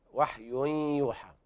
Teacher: لابد من إتمام الغنة على إدغام بغنة ناقص لوقوع الياء بعد التنوين